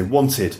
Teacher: you've got id, and that is added when the verb ends in a t or d sound. Okay, so want ends in a t sound, so you'd say wanted.